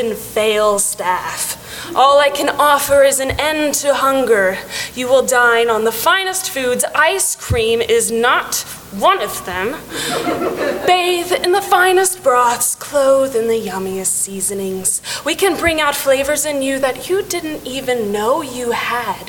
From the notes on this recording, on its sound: At a Phoenix Fan Fusion live show. Today, we are welcoming all of you as new Miscellanists in person.